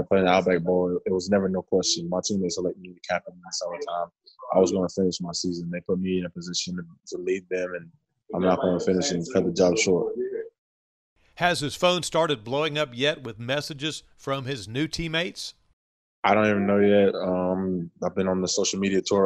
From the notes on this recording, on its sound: Virtual Presser. Talks with the media in a virtual press conference.